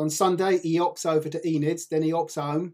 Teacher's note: doesn't seem to be able to pronounce an H